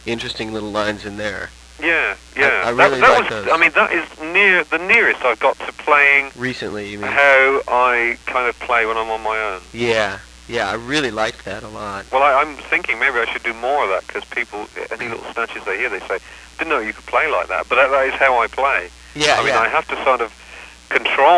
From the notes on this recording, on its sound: over the phone